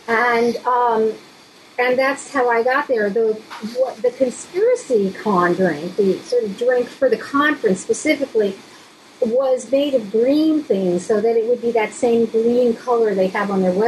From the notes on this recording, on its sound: Audio is a bit wonky.